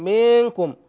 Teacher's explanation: أيضا يشبع الكسرة قبل النون في منكم مثلا